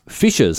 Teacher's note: In Australian, obviously, we don't have the rhotic R, the hard R sound that you would have, for example, in the United States. So in America, you would say fishers with the R, fishers, right?